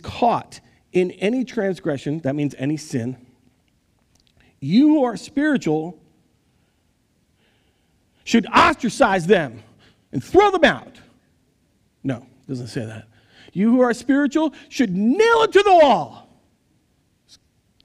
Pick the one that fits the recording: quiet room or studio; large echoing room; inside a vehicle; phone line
large echoing room